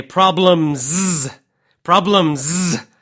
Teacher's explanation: And you'd really make that zzz, that last part of the word, the plural, the S. In this case, it's kind of a Z sound. You would make it very, very, very strong.